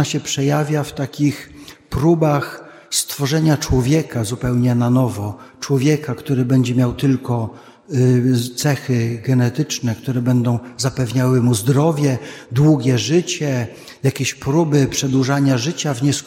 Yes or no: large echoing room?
yes